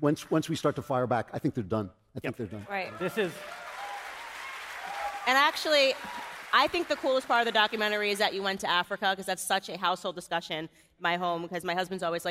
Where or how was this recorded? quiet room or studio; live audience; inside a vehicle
live audience